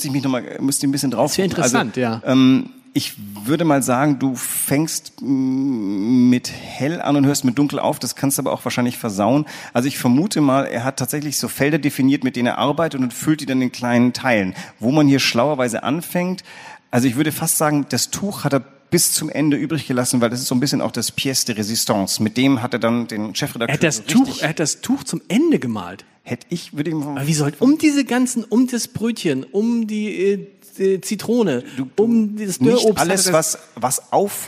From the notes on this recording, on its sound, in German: Zur Podcast-Premiere vor Publikum in der Kunsthalle.